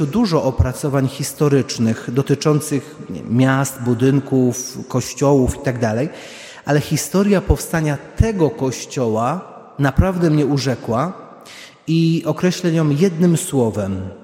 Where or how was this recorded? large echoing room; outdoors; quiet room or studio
large echoing room